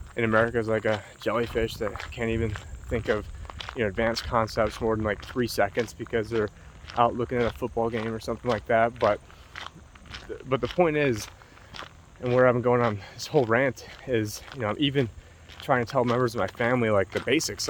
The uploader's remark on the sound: Reporting in with a classic walk and talk Vlog from the Erie Canal in upstate New York